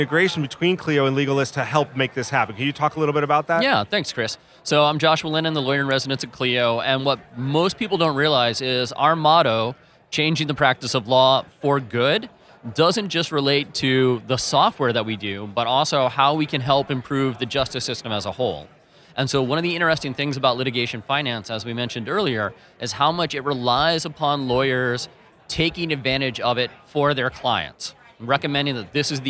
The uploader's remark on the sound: recorded at ABA TECHSHOW 2017